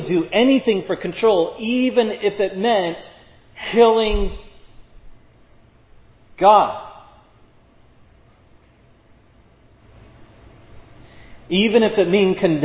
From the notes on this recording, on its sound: This sermon on Matthew 27:11-26 was preached at Providence Church on Sunday, August 14, 2022.